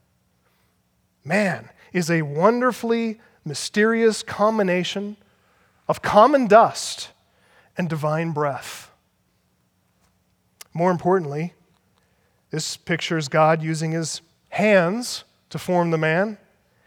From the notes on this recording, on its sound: Audio from the Act Like Men Conference in Northern Colorado, October 23 - 24th, 2015.